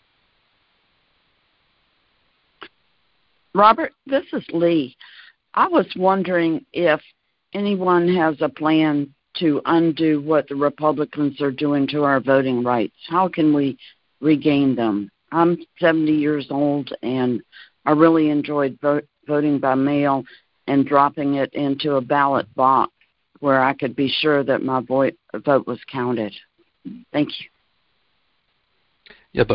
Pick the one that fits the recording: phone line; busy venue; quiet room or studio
phone line